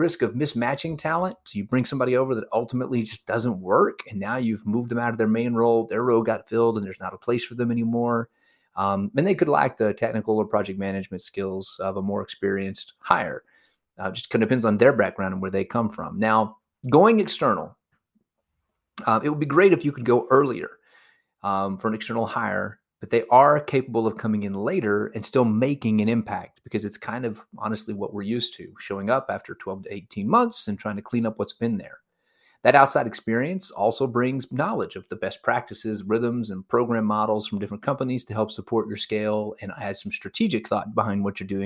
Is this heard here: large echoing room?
no